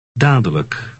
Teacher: Note that the last syllable is unstressed